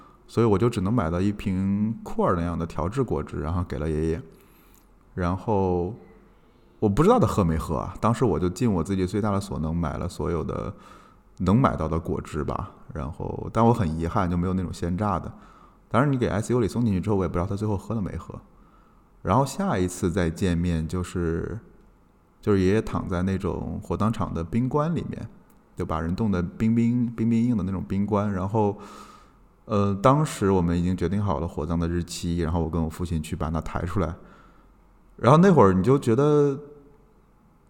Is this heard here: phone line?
no